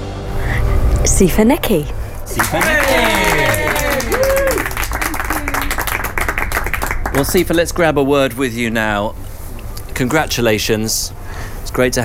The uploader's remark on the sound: This festive edition comes direct from the Hippodrome Casino in London’s Leicester Square where some of our closest friends have gathered to enjoy some fun audio together and talk about radio production.